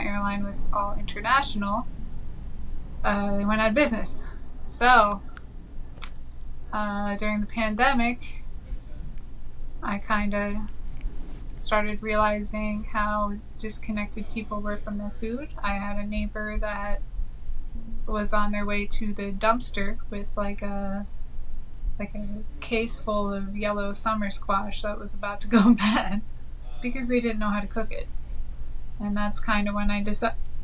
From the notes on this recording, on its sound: Technical difficulties aside